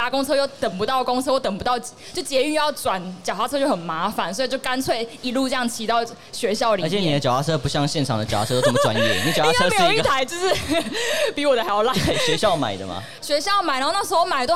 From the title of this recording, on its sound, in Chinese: 2022 Taipei Cycle台北國際自行車展-Live Podcast